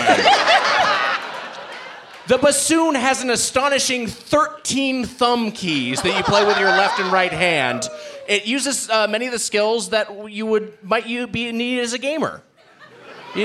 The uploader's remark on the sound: Recorded live at Comedy Work South, Denver in the before times.